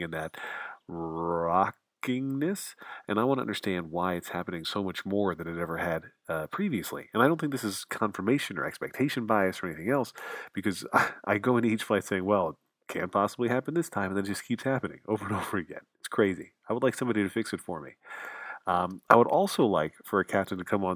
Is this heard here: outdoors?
yes